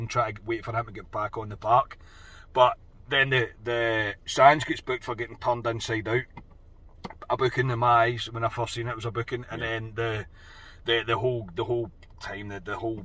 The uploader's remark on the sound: From the car after leaving Ibrox.